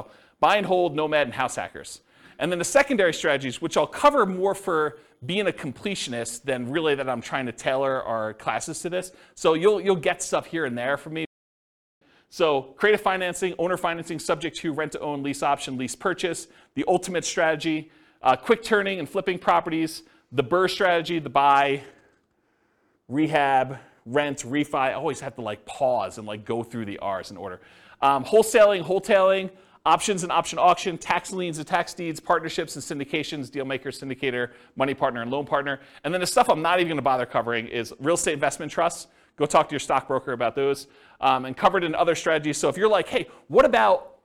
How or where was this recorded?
live audience